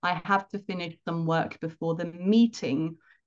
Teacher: there's a bit of an extra emphasis on meeting